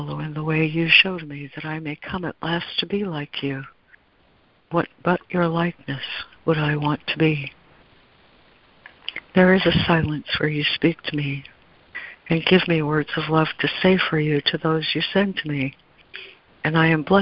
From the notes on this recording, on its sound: ACIM Daily Conference Call